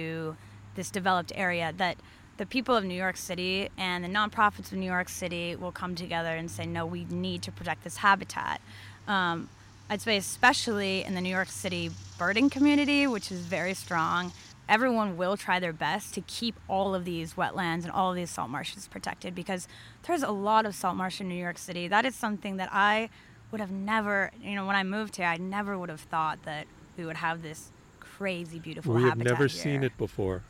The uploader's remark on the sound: This program was recorded at Gebhard's Beer Culture Bar in Manhattan. This program was recorded at Gebhard's Beer Culture Bar in Manhattan.